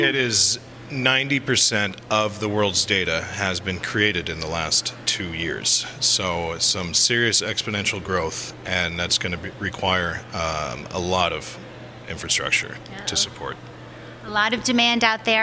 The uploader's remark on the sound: Live from Telecom Exchange